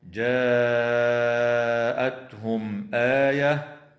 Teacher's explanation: وتظهر الميم الساكنة عند الهمزة في قوله تعالى جاءتهم آية